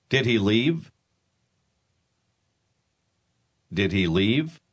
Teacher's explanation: Note la manera como la entonación se eleva al final de una pregunta.